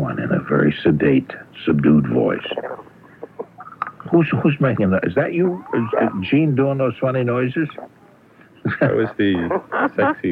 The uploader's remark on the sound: I’m on the phone from home. Producing and playing in studio.